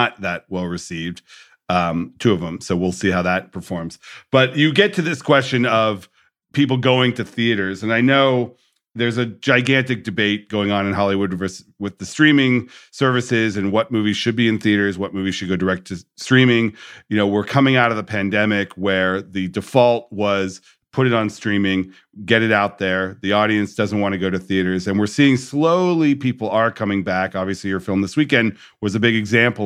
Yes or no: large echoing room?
no